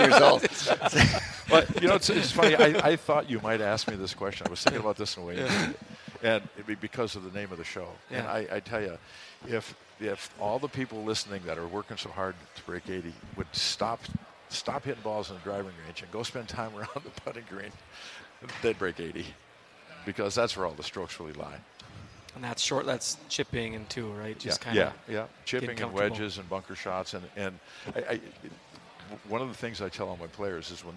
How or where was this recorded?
busy venue